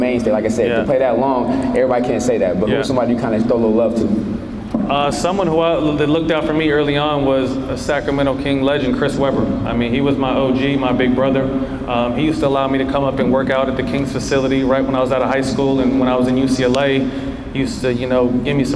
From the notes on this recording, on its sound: joins us live at his basketball camp